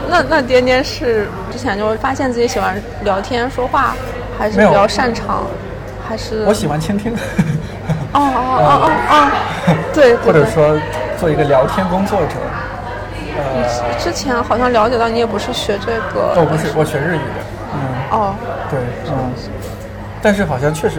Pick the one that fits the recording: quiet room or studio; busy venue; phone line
busy venue